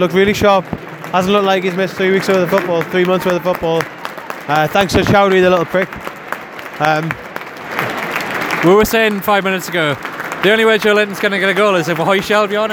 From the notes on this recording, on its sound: Were at the match and recorded a match-day podcast. Here it is for all to hear straight from SJP.